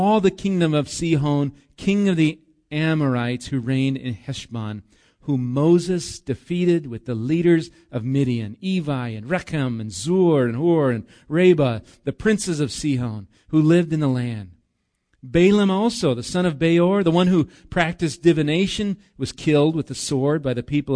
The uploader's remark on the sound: Recorded live at Bethany Bible Church on 8/11/19